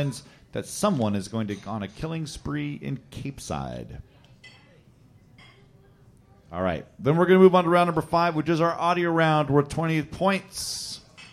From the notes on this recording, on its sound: Live from the Skylark Cafe!